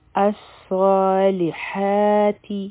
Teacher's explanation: لام به یو حرکه وایو، ح به د حلق نه وایو